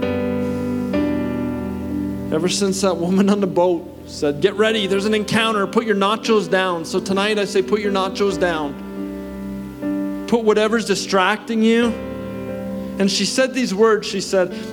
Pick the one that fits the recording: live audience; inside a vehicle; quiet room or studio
live audience